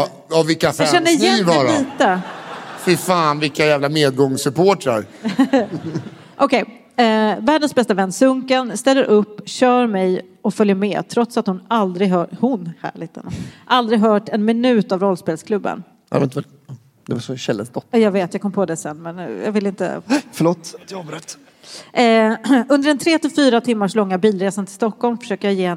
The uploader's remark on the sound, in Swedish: Live på Draken – Lördagen.